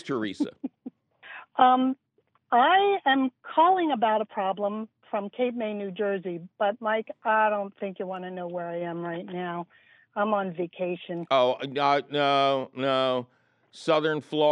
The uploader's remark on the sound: Your compost defining phone calls!!